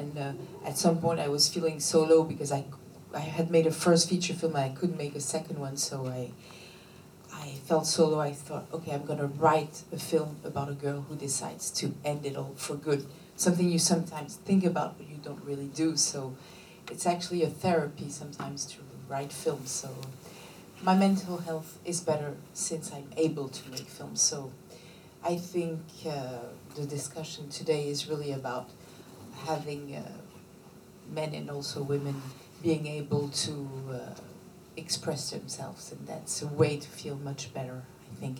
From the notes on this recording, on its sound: This LIVE podcast was recorded at the Raindance Film Festival.